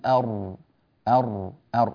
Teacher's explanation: الراء من أين تخرج؟ قال من طرف اللسان مع ظهره · Term: مخرج الراء